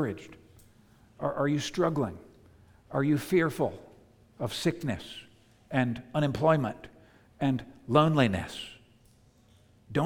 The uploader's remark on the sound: preached at the United Christian Church of Dubai